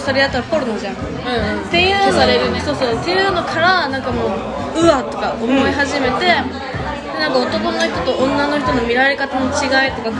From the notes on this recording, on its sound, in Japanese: 今回大分ガヤいです。ちゃんとした録音環境を作りたい、ピンマイク？いやしかしこのガヤガヤ感もいいのか？